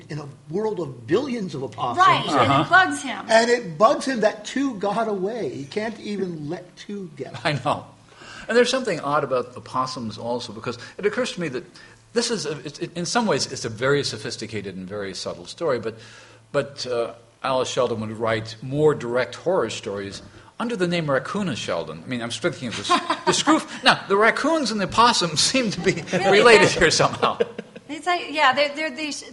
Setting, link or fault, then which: setting, live audience